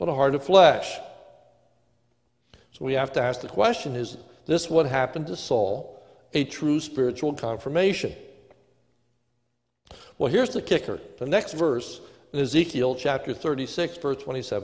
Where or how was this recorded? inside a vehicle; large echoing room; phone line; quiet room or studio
large echoing room